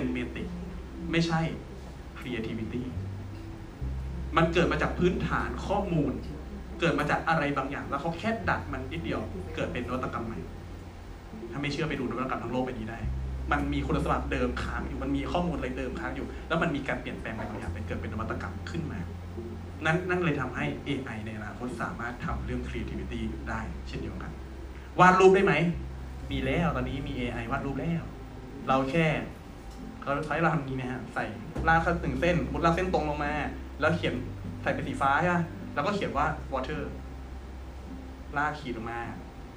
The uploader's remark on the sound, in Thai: บันทึกจากการบรรยายสด